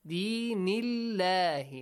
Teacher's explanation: if you got a Kasra sound before the word Allah, the letter Lam in the word Allah is pronounced lightly with an A sound.